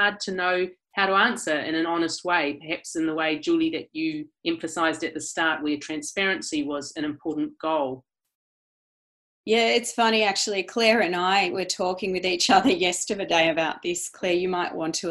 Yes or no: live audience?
no